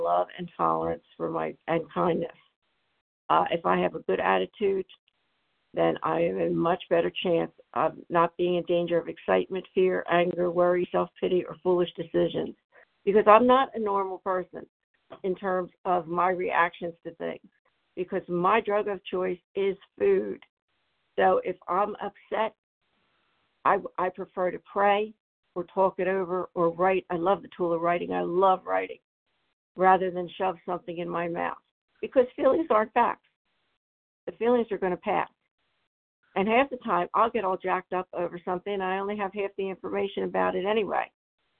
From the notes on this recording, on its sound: 100 Pounders Phone Meeting